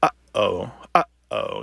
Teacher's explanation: And we do this glottal stop. We kind of restrict the airflow in the back of our throat.